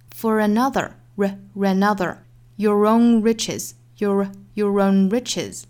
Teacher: Your 和 own 连读 For 跟 another 连读，这个时候在美音里都是属于辅加元自然连读带出的小小的 r 的音了